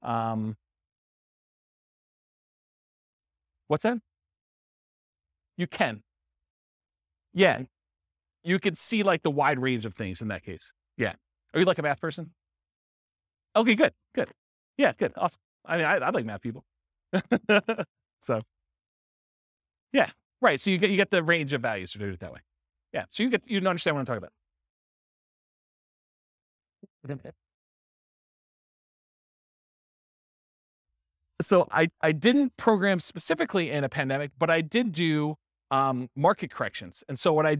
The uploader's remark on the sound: This was a live class recorded